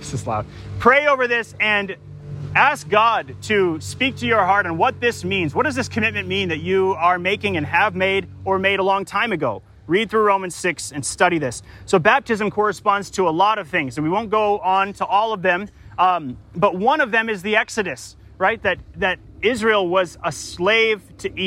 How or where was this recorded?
outdoors